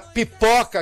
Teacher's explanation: E de repente vem a pipoca que explode, a pipoca que explode, a consoante bilabial, olha bem